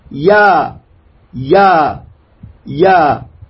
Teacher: هذه الياء المتحركة مخرجها أين من وسط اللسان